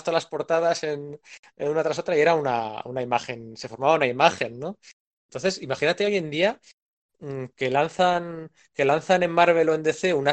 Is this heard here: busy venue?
no